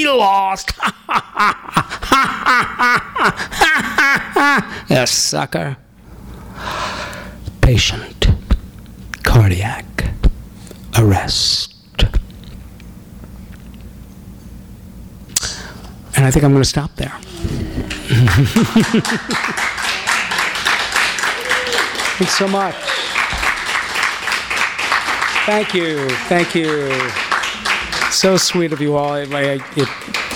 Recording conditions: live audience